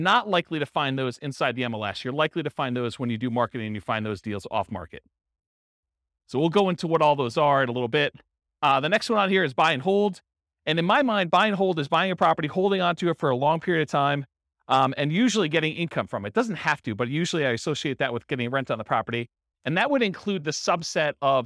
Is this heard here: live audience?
yes